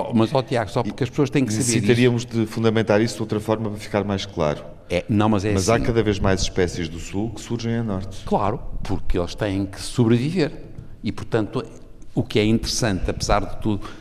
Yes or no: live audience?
yes